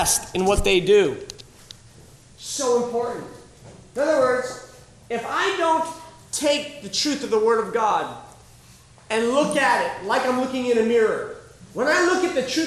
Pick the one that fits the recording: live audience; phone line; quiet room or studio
live audience